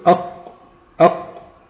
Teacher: المكان اللي انقطع فيه الصوت هيكون هو ده مخرج الحرف، زي اق اق، هتلاقي ان اقصى لسانك لمس الحنك الاعلى · Term: مخرج القاف